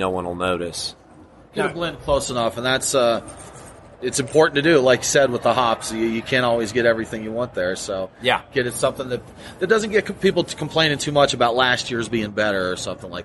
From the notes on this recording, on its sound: This interview took place at the 2016 Great American Beer Festival in Denver.